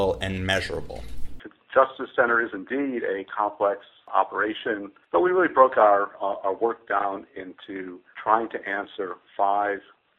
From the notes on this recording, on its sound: On the phone with me today